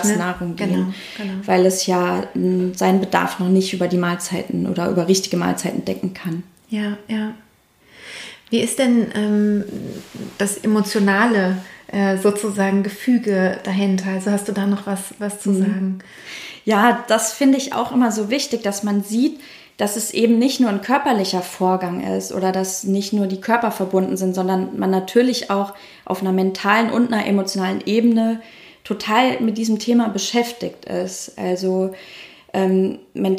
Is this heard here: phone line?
no